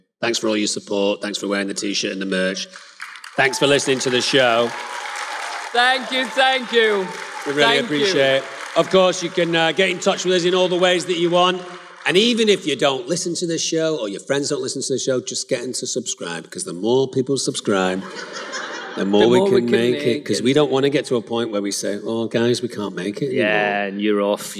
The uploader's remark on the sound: Live at the Fan Expo in Boston!